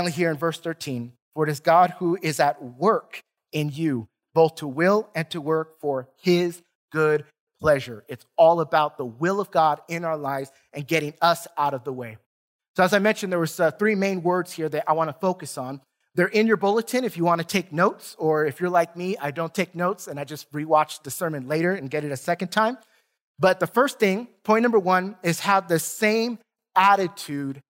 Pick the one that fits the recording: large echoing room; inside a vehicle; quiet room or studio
large echoing room